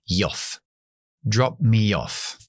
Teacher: Esa palabra termina en la i larga. Y después de la i metemos la y para enlazar con más vocales